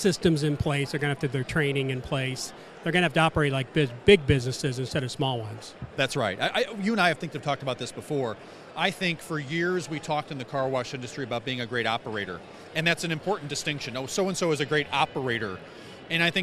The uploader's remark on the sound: Splash! Carwash Conference Interviews. Brief interviews on the show floor with various car wash industry experts.